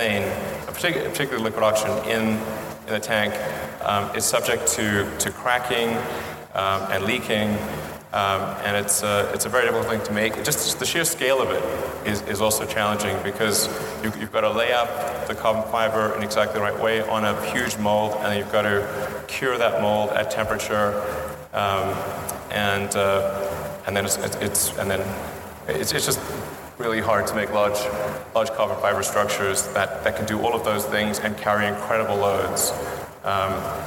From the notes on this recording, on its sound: In this talk at the International Astronautical Congress in Adelaide just about a year ago